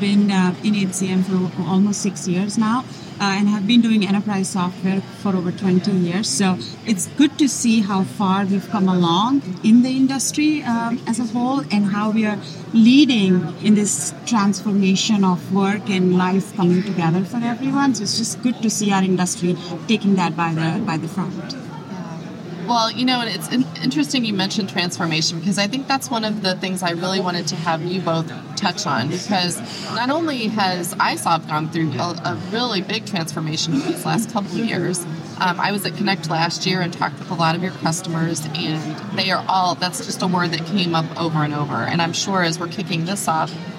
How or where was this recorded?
busy venue